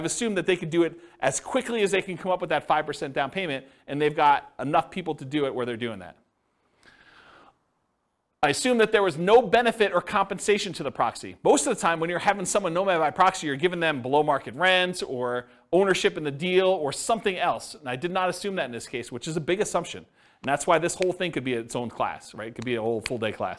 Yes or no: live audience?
yes